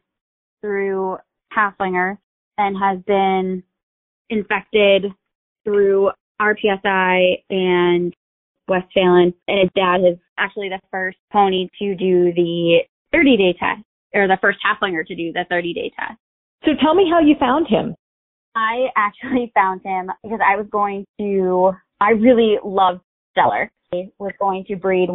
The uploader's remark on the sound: Access to the testing location at Hilltop Farm were restricted due to COVID. Interviewed stallion owners by phone.